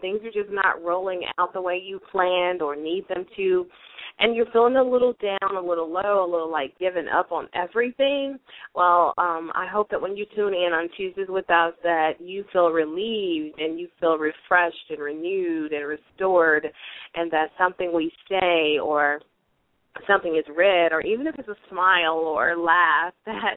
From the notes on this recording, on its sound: LML uses a progressive live call in format.